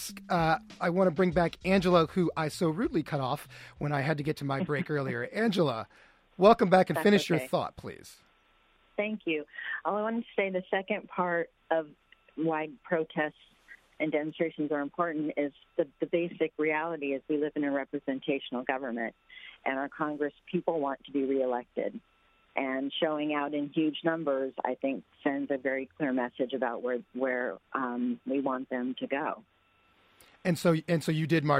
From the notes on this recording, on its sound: we invite listeners from all over to call in and talk